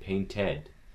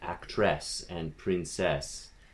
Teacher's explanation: words like actress and princess, those what we think of as suffixes, get uh, realized as full sort of spelling pronunciations